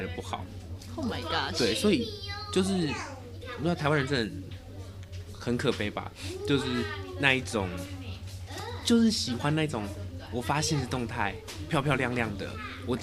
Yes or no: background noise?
yes